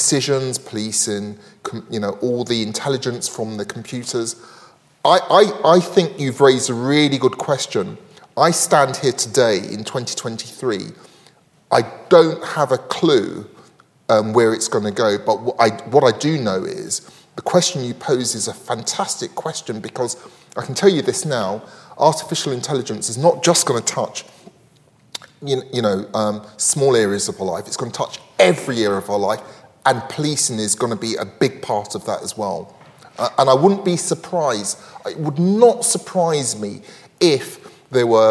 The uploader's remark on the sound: recorded on 25 May 2023 at Barnard's Inn Hall, London